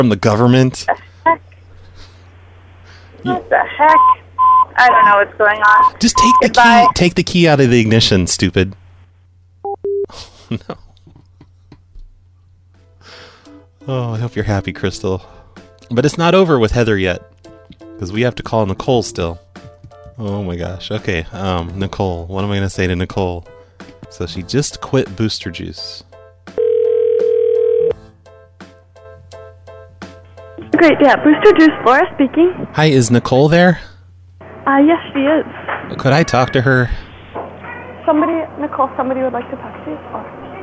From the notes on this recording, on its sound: Prank Phone Calls